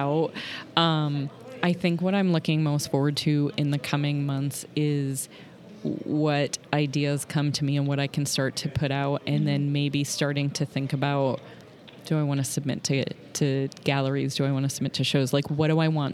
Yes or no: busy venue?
yes